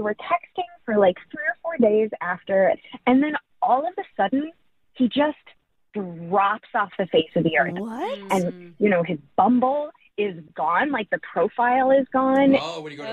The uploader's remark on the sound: The woman on the phone today